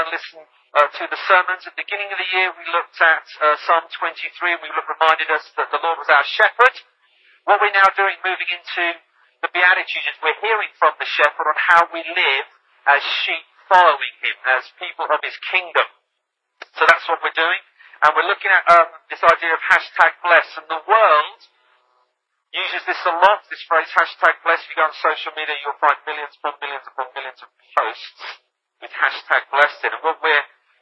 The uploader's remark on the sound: PLEASE ACCEPT OUR APOLOGIES FOR THE QUALITY OF THE FIRST FEW MINUTES OF THE RECORDING. HANG IN THERE, IT DOES GET BETTER!